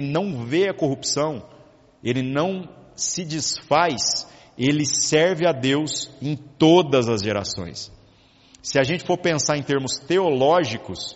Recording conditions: large echoing room